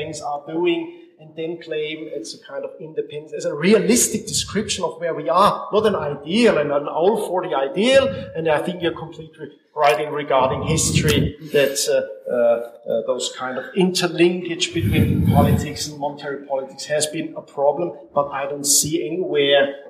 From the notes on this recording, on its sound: This is a live recording of a panel discussion at the “ Value of Bitcoin Symposium ” in Vienna. Please, excuse the low audio quality.